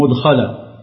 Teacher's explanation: قرأ السبعة عدا نافع لفظ مدخلا بضم الميم مدخلا، فتعين لنافع القراءة بفتحها.